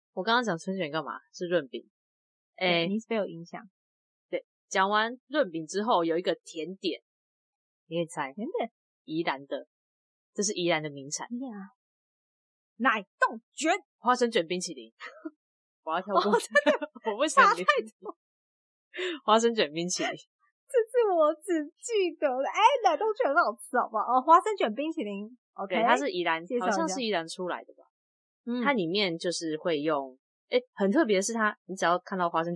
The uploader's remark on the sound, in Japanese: 音質警告!!!這次的錄音不知道是不是因為氣氛沉重。音質被惡作劇了。